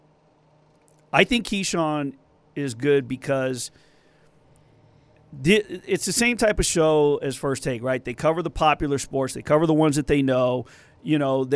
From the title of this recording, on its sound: LIVE FROM SUMMER LEAGUE